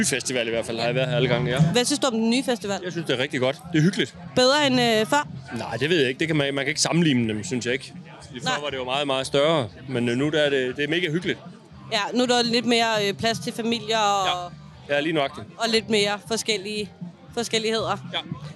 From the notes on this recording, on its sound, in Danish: Tre generationer af gæster på Midtfyns Festival. Live på pladsen.